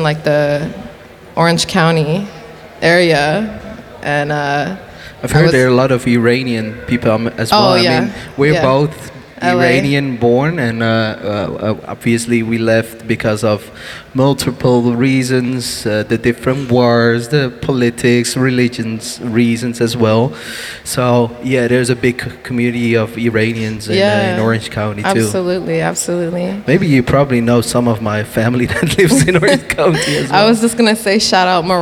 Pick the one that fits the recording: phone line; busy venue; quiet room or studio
busy venue